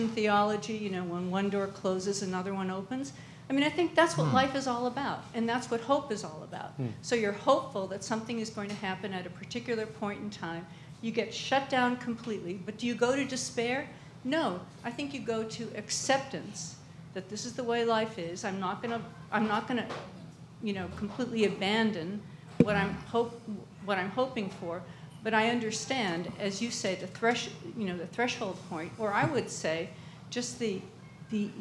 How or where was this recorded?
busy venue